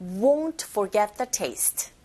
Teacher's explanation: Taste. 자, 여기서 더를 제외한 나머지 모두 다 내용어인지라 강세 다 주셔서 발음하셔야 됩니다.